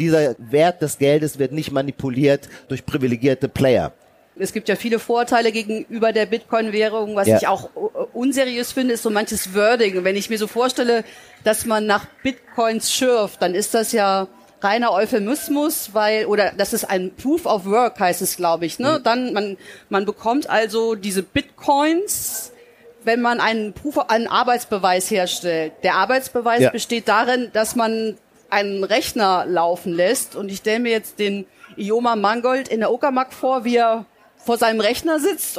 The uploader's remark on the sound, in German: April 2023 auf der Leipziger Buchmesse aufgezeichnet.